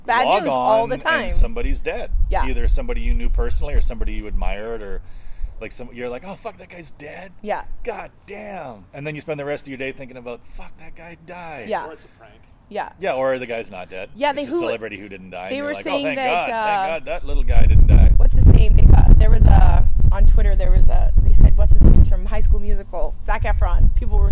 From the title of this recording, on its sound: The Windy, Outdoor Edition